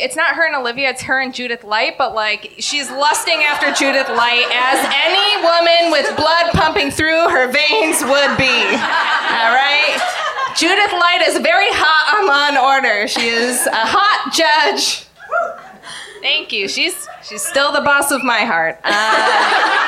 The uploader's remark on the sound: LIVE from the Bell House. For their first LIVE SHOW in New York at the Bell House.